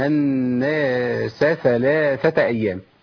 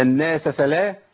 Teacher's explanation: الثاء والسين مخرجهم مختلف وقريب قوي من بعضه